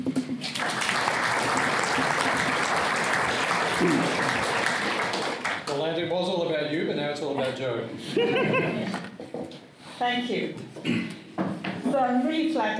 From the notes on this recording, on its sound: Australasian AID Conference, ANU. A Keynote panel at the Australasian AID Conference 2020. Barton Theatre.